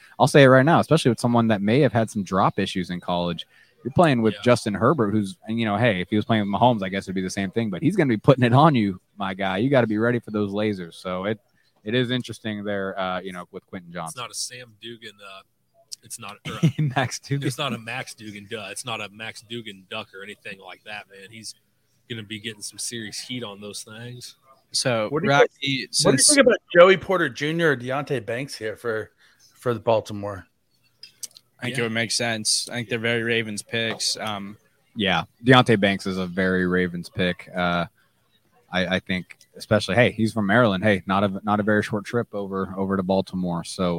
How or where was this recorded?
busy venue